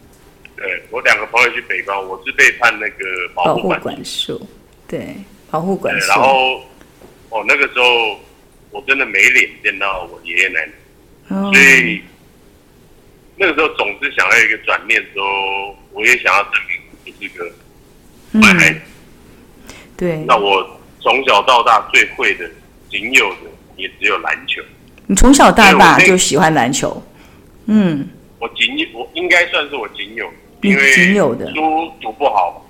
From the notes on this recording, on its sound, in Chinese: 本集因採電話訪問，錄音品質稍有影響，敬請見諒。